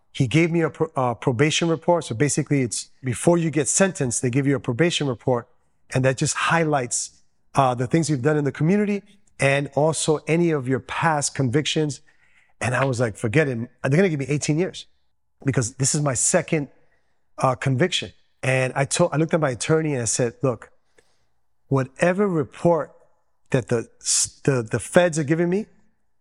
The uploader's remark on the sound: Testimony Recorded at Promise Ministries International in Flushing, NY.